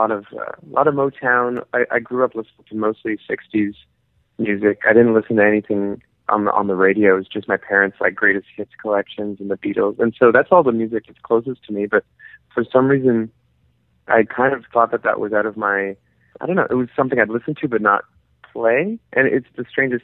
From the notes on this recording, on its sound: In this phone call.